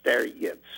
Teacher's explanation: one variation is to put a kind of Y sound in front of that last syllable